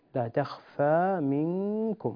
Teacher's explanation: لا، نقول دكة واحدة، الصوت يخرج من الأنف، صوت الغنة يخرج من الأنف. منكم فقط، كان عليك أن تطيل الغنة بمقدار حركتين